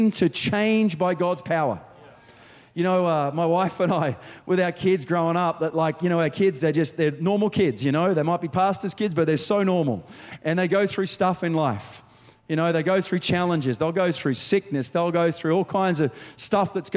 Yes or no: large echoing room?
yes